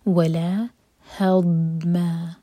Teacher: ضاد زبان کے سائڈ سے پڑھا جاتا ہے